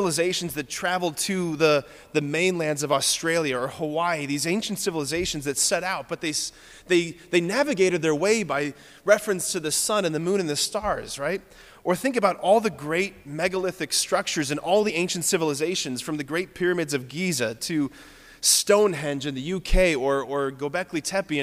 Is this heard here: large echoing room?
yes